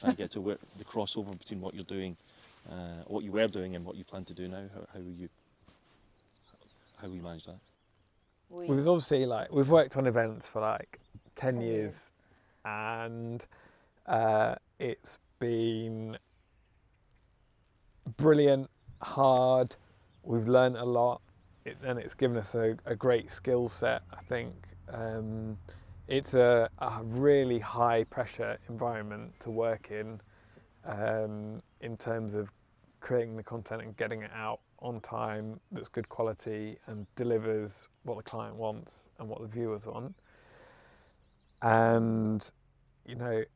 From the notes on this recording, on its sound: The rain did come in whilst we were chatting so the lens does get obscured by droplets, the hazards of recording outside.